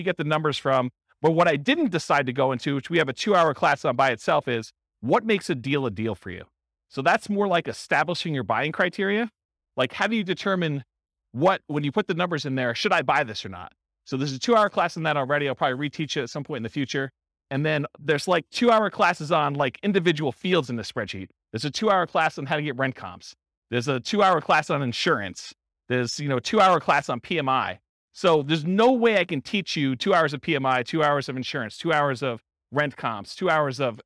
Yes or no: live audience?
yes